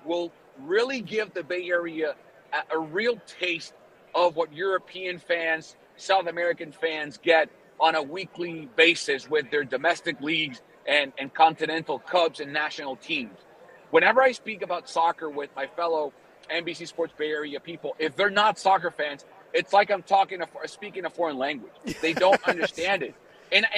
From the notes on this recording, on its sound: LIVE FROM RADIO ROW IN LAS VEGAS!